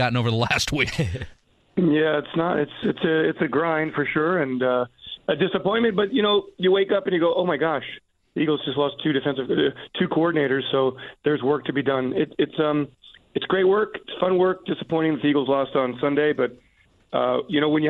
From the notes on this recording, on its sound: Plus, we take some phone calls